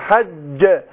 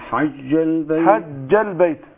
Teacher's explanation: الجيم هي حرف مجهور وشديد